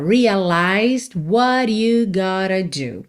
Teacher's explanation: A gente não ouve o D de realized